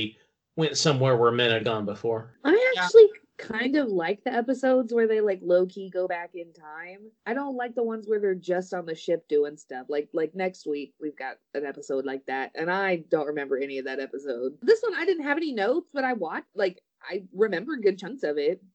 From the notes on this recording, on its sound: While we are socially distancing due to COVID-19, the audio quality of the show may be a little haphazard.